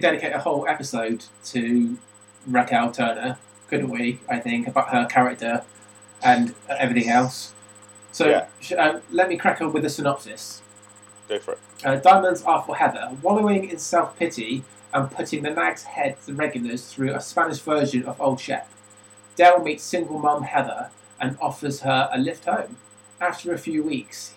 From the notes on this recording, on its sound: LOCKDOWN LIVE SPECIAL. Due to lockdown, this episode was recorded using Microsoft Teams so the audio quality isn't as high as in previous episodes.